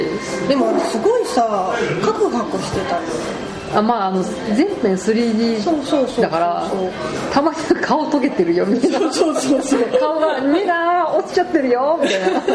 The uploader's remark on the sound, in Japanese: 飲食店での収録のため、雑音がかなり入っていますが、ご容赦下さい。